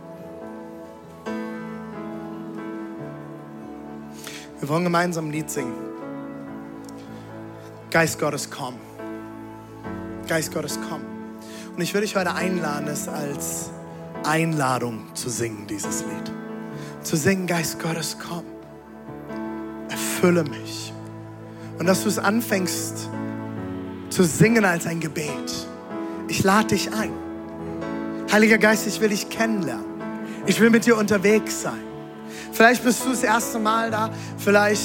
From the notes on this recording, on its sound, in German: Audiomitschnitt der Predigt